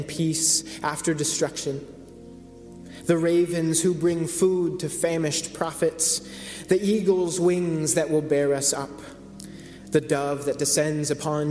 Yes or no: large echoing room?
yes